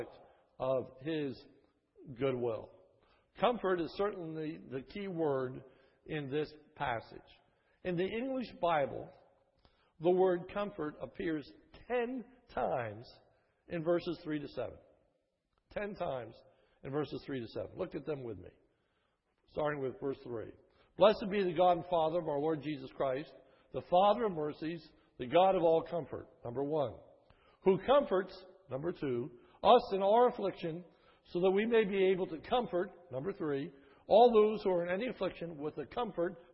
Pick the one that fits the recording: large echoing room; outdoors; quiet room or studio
large echoing room